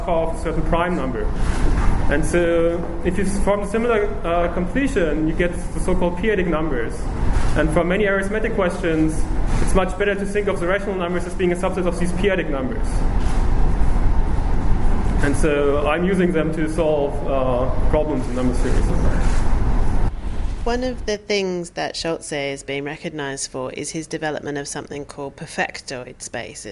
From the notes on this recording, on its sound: Recorded in Rio the day after the prizes were awarded. Hear what they had to say at a press conference.